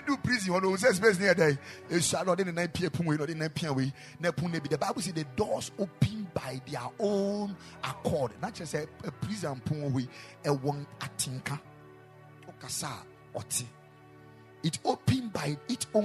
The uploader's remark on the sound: Preached at the Ekklesia Chapel